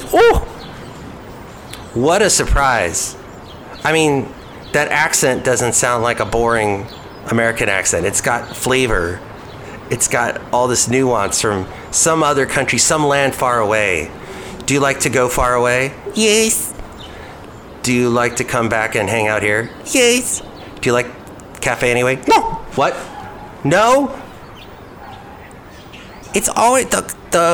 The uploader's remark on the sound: podcast live from Cafe Anyway